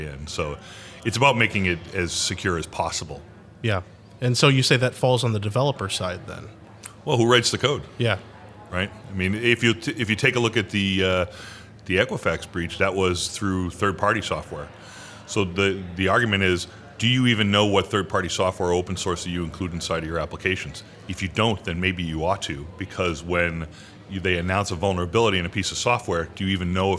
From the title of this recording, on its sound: Live From Agile Midwest